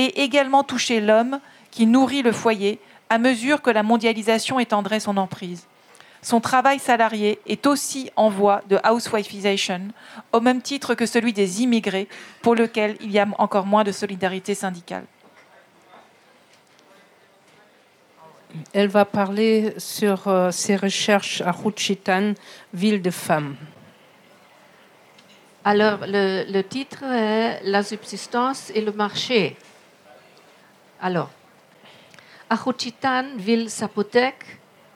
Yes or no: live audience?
yes